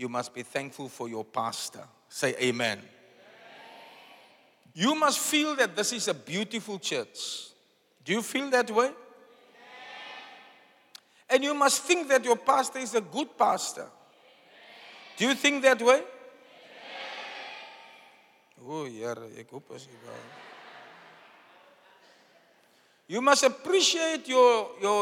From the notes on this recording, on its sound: Preached at Zion Sanctuary, Cape Town